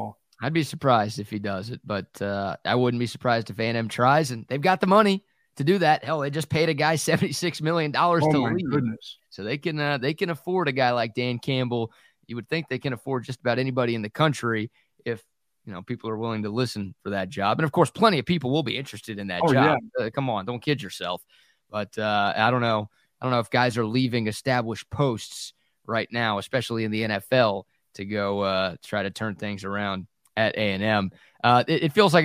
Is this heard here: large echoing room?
no